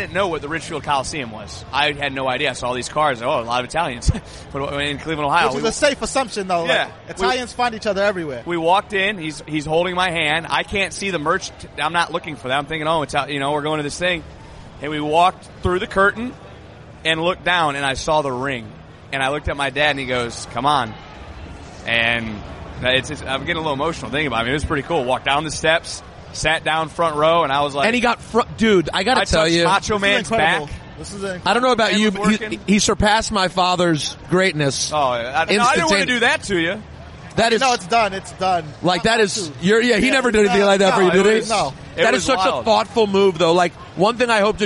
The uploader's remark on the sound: Report live from Wrestlemania Axxess.